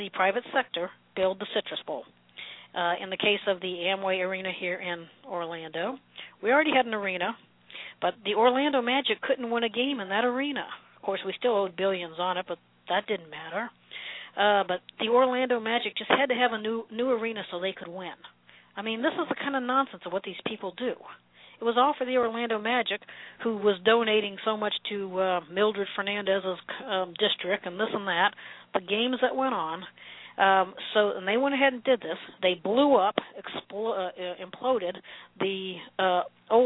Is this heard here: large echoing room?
no